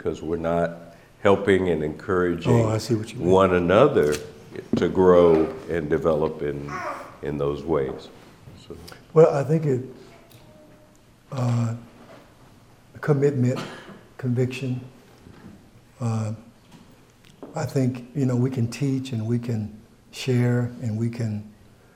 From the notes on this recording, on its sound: takes unexpected questions from the audience.